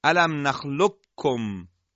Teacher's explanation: یعنی قاف رو کاملا حذف کنیم و کاف رو مشدد بگیم · Term: ادغام به صورت تام